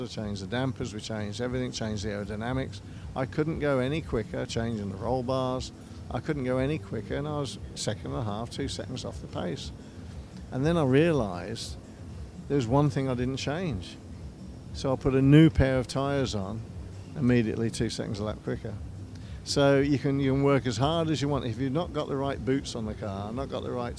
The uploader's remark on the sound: A show that was recorded at the company’s recent auction in the Principality during the Historic Grand Prix weekend.